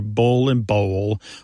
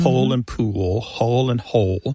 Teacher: they all end in that L sound. And that L at the end of the syllable is what is known as a dark L. So the physical act of pronouncing that dark L kind of requires the back of the tongue to raise toward your soft palate.